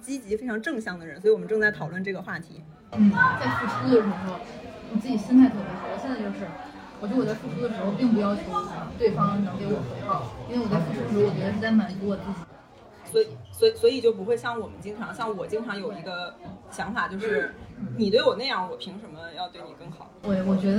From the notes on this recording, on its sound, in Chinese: 已经努力降噪了，音质还是有点差